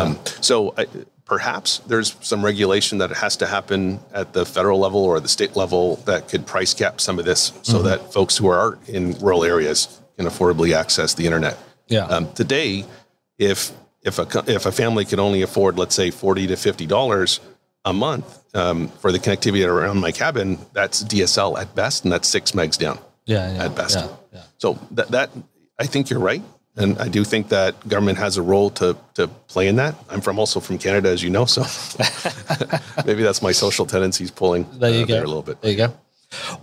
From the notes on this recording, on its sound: Taking place at the Mobile World Congress 2021 in LA